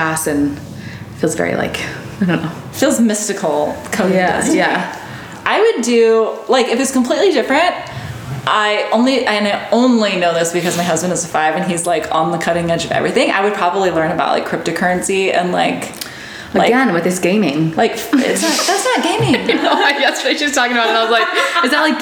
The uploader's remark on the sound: A recording done in real time during our retreat in Austin this month. Our attendees (FRIENDS) got to ask us burning questions.